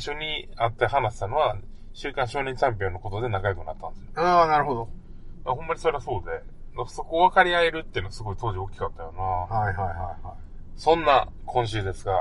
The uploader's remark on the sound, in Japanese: 今週は車中収録です。